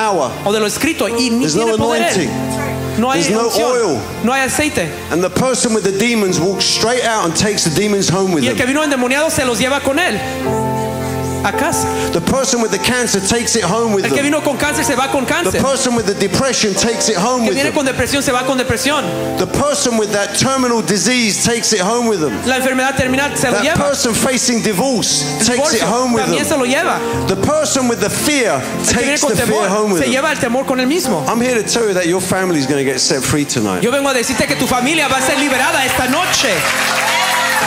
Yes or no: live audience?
yes